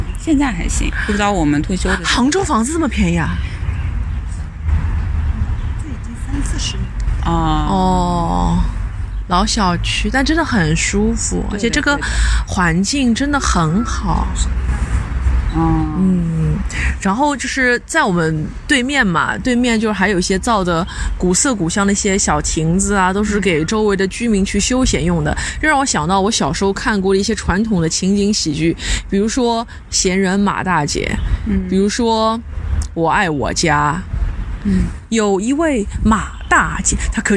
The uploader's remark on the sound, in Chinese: 来到杭州展开了一场为期一天半的“访友之旅”，也是主播们第一次尝试边走边录，在万物有灵皆美的大自然中，与花鸟鱼虫一同放声。取材自杭州之旅第二天，于民宿大堂早餐时间的录制。